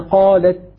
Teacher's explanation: انحبس الصوت للحظة ثم يجري النفس · Term: الشدة